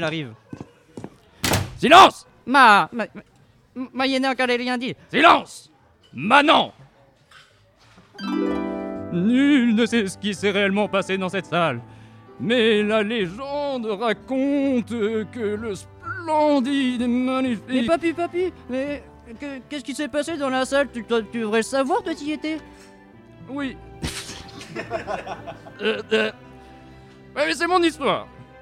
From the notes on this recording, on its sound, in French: Salut Coutances ! Enregistré en public au club.